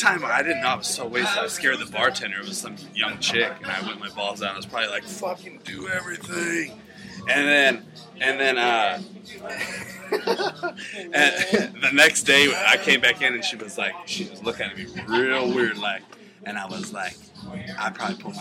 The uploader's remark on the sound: we come at you live from the Woodshed II with a few surprise drop ins from random drunks